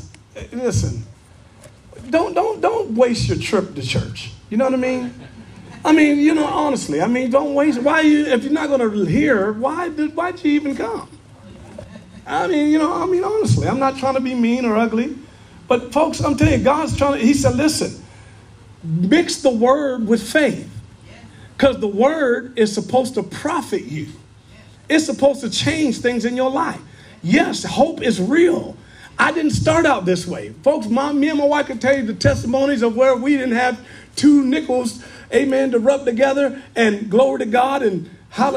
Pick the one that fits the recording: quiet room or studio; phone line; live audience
live audience